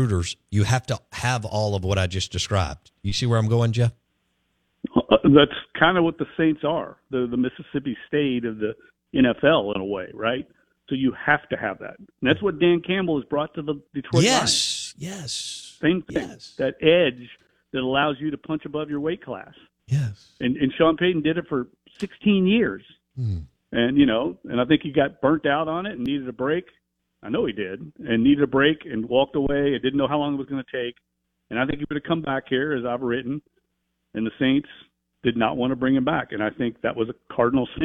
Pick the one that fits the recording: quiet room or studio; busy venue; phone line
phone line